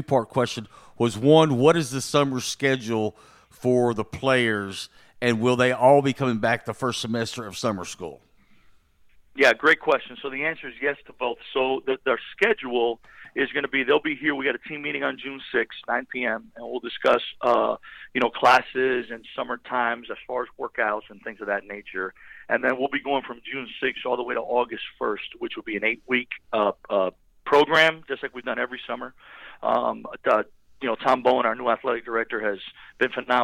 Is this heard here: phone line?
yes